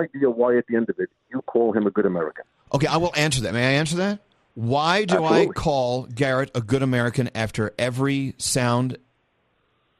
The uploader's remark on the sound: We opened up the phones and social media to have people "ask you anything".